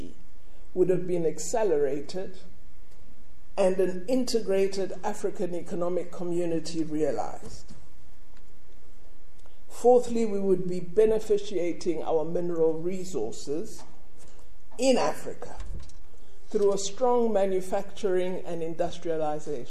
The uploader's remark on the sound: delivered a Public Lecture at UCT